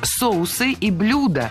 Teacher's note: Соответственно, должны быть соусы и блюда. Ударение ставим на первый слог в обоих словах, во всех формах. · Term: неподвижное ударение на корне